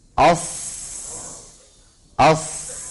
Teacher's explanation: الفرق أنه عند أص شو بيصير بأقصى اللسان؟ يرتفع، شايفين أقصى اللسان بالصاد، وهذا التضيق وين؟